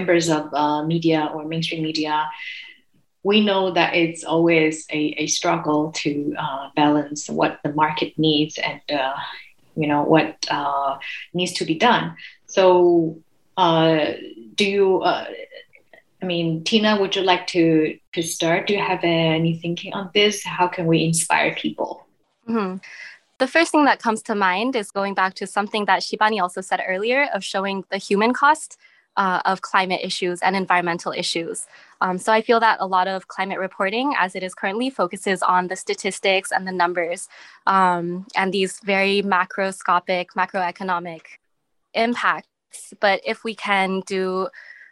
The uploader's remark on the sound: This special episode is the recording of the SOPA media insider webinar